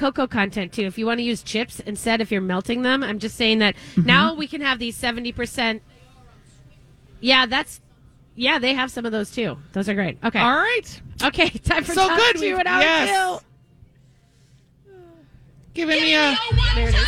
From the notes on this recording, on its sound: Continue their live broadcast from Surdyk's !